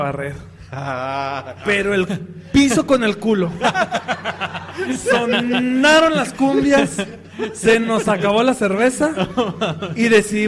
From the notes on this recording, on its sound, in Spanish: En Vivo. Grabado en Old SheepDog Brewery.